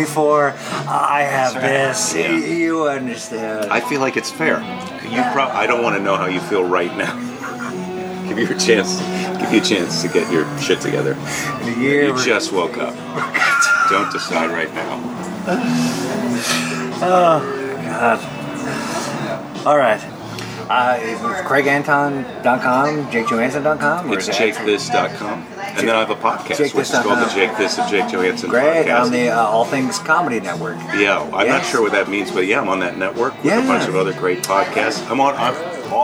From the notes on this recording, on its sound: at The San Francisco Saloon in West LA